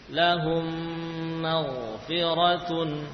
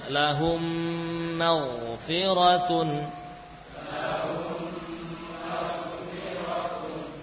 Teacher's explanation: Idgham syafawi, demikian diberikan istilah itu kepada hukum ini, ya, yaitu nisbah penyandaran kepada makhraj huruf mim, yaitu di asyafah atau bibir. Nah, ketika mim sukun bertemu mim, maka mim diidghamkan sehingga mim yang kedua bertasydid dan gunnah dibaca dengan sangat sempurna